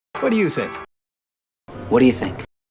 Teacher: Y vamos a caer la entonación al final de la pregunta.